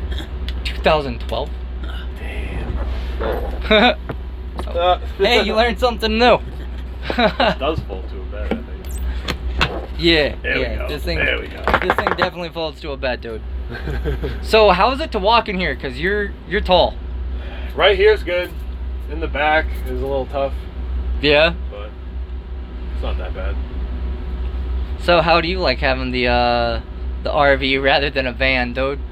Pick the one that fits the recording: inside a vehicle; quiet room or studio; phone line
inside a vehicle